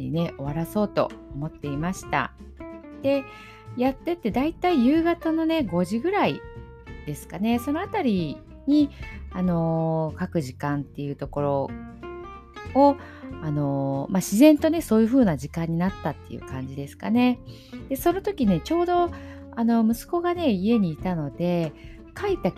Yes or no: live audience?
no